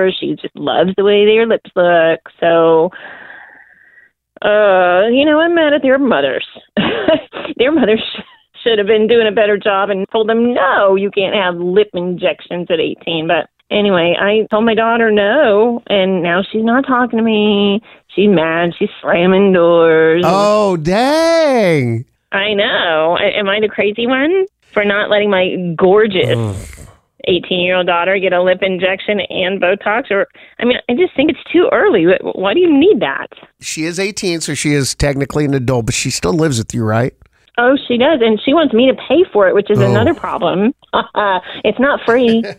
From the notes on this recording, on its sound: called his doctor